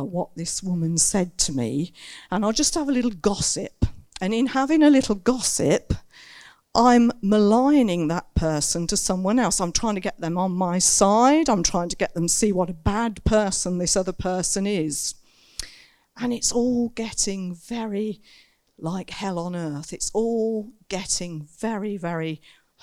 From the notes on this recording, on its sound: Recorded Live In Saxon Hall, Raunds. (limited amount of people as in lockdown).